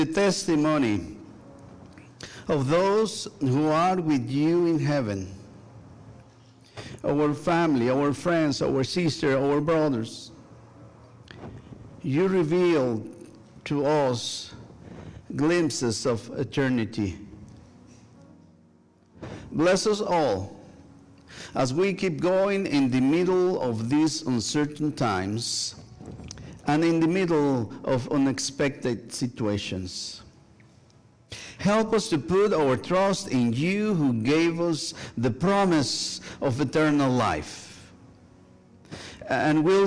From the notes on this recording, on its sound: Sunday worship service at First United Methodist Church of Pacoima. Recorded live on November 5, 2023, this service. We are located at 12550 Van Nuys Blvd.